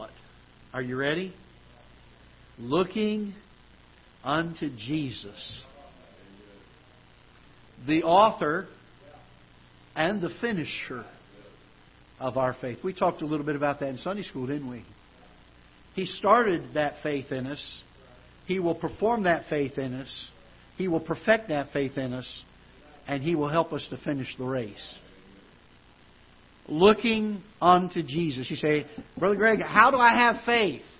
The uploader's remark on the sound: Ketha Heights Baptist Church ~ Live Broadcast.